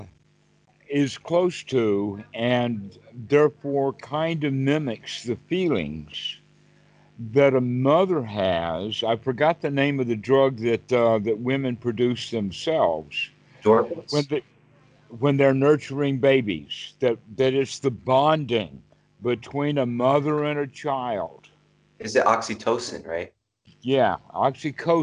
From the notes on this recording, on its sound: skype calls on this channel